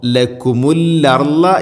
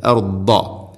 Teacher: ദാദ് നാവിൻ്റെ ഏതെങ്കിലും ഒരു സൈഡ് അണപ്പല്ലുകളോട് ചേർന്ന് നിൽക്കുന്ന രൂപത്തിലായിരിക്കണം അതിൻ്റെ ശബ്ദം വരേണ്ടത് · Shown in: second take